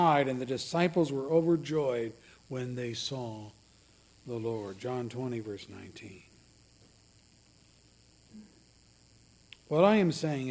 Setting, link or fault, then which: setting, large echoing room